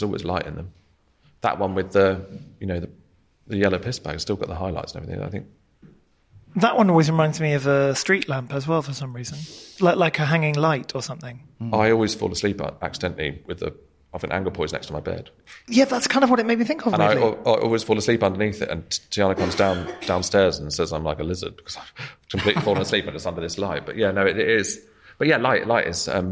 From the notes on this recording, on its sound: We meet within his debut exhibition at TKE Studios, Margate - the artist studio complex and gallery founded by Tracey Emin. Recorded in front of an intimate audience of art lovers, Margate family and friends.